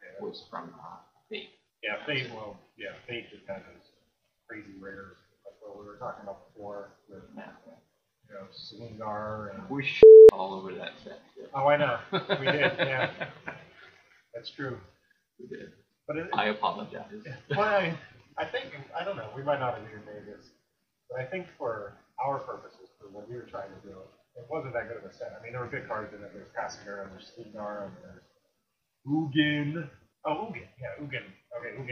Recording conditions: poor sound quality